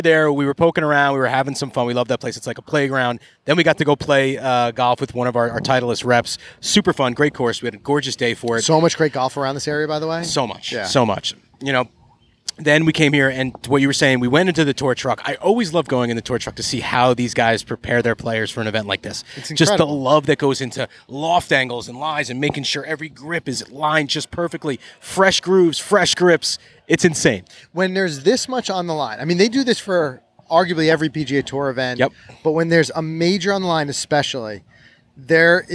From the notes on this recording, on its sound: We're on location in Brookline at The Country Club